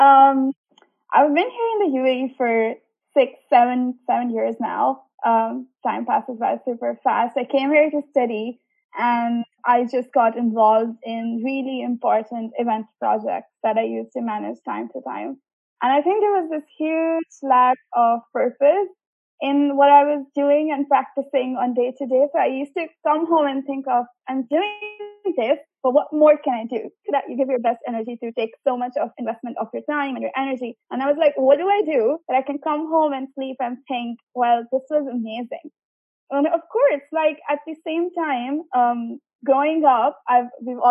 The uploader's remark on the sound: A Zoom chat. The co-founder of the Inclusive digital platform for People of Determination was in Dubai.